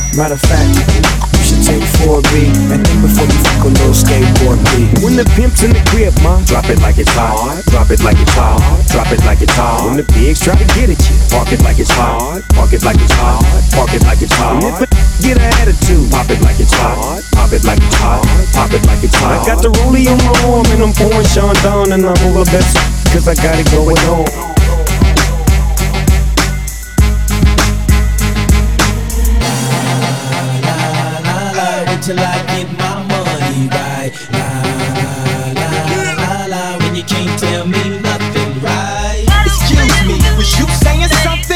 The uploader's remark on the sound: Live set from Houston Hall, NYC. Winter Is Coming Live Mix. Live set from Houston Hall, NYC.